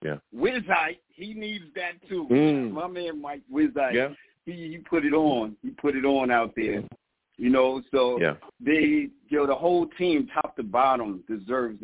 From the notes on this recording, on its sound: I also take live callers as well!